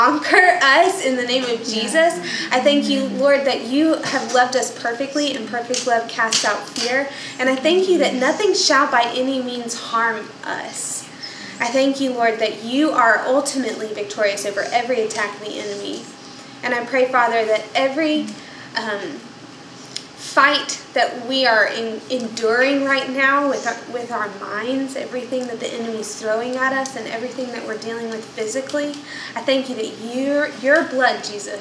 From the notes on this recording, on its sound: More than 50 ladies met over dinner to hear from a panel of women. This episode is the audio recording of that evening.